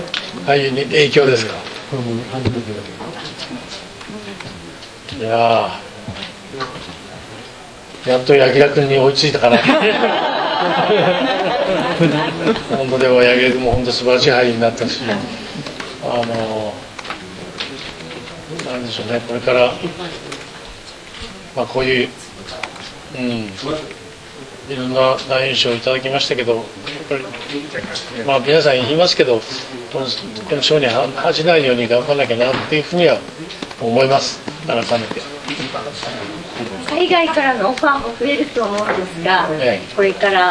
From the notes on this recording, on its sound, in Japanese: 現地から届いたばかりの、受賞直後の囲み取材音声をフル尺でお送りします。第76回カンヌ国際映画祭のコンペティション部門で。